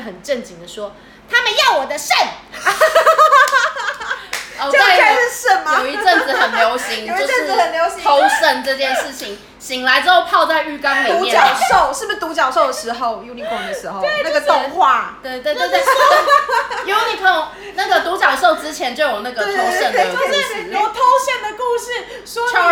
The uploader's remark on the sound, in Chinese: 喝酒那些事系列由於是試錄集，收音設備非常陽春，請海涵～。